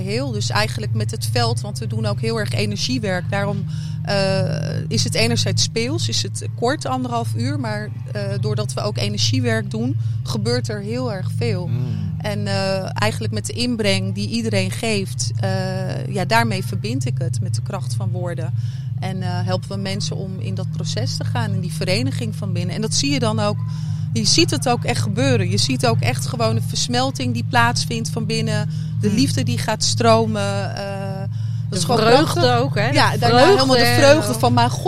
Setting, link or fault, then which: setting, busy venue